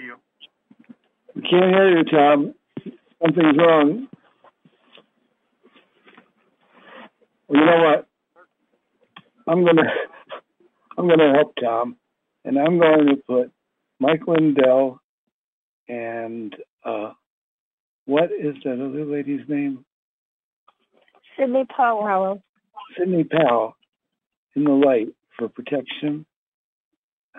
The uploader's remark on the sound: Conference Call LIVE